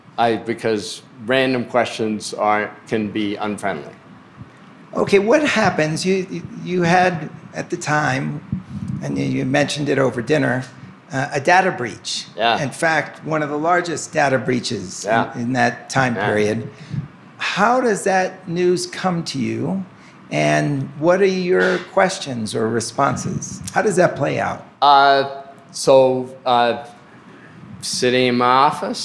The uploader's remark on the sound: Took place in front of attendees at the two12 conference in Vail, Colorado.